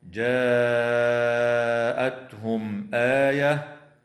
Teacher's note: وتظهر الميم الساكنة عند الهمزة